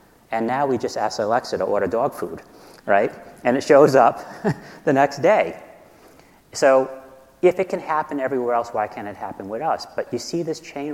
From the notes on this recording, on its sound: In this session presented at the 2018 DPharm conference